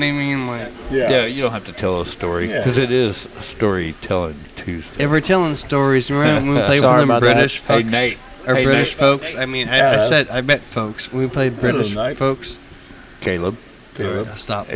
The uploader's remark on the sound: Recorded at The Pacific Yard House in Downtown Conroe! Recorded at The Pacific Yard House in Downtown Conroe!